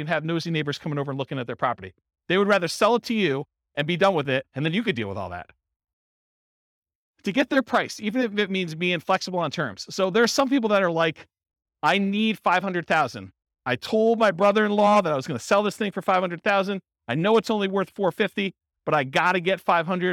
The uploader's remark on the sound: Real estate entrepreneurs in Alexandria, Virginia. This was a live class recorded to give investors a solid qualitative overview of all the different real estate investing strategies.